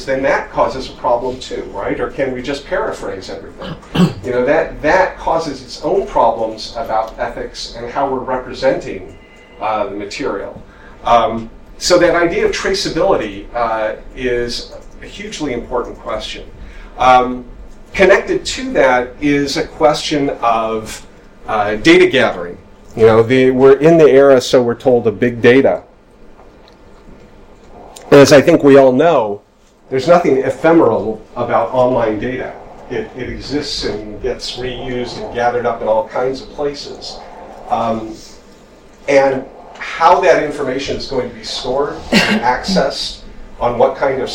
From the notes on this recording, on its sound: Speaks at the SRHE Digital University Network event: Methodology and Ethics for Researching the Digital University.